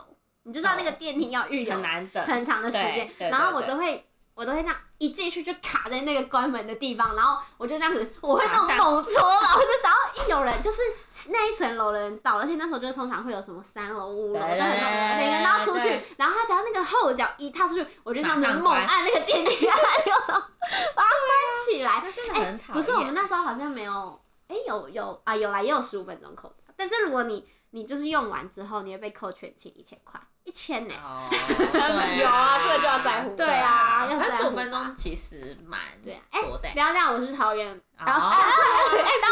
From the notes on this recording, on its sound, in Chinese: 還買不起第2支麥克風，音質請見諒。